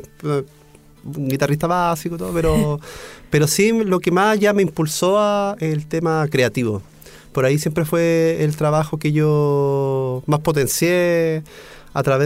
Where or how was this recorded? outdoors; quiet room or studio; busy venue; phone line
quiet room or studio